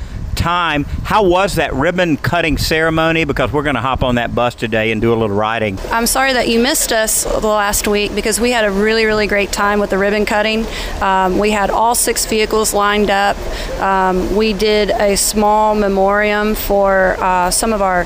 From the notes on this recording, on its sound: on the EV bus in Savannah